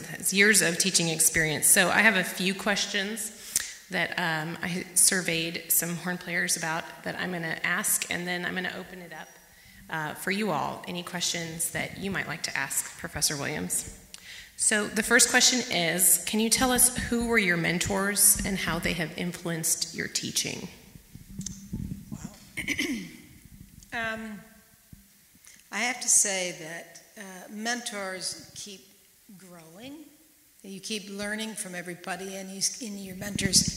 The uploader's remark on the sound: recorded at the 2019 Western Horn Festival